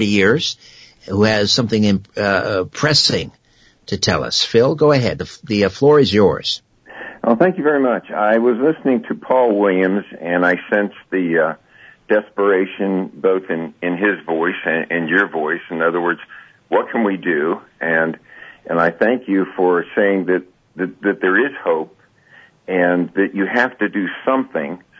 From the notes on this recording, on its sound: It's an hour of open phones